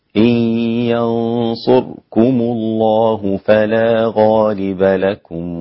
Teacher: الراء مختلسة الحركة يعني كأنها ساكنة وأخذت جزء من الضم، ثلث حركة الضم، هذا يسمى الاختلاس.